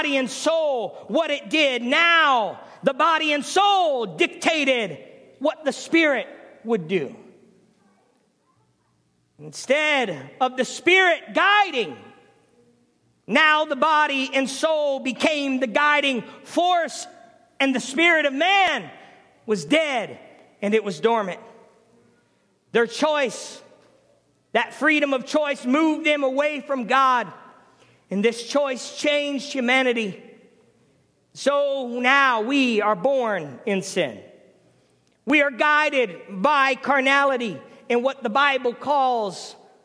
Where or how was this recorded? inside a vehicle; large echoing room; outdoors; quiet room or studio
large echoing room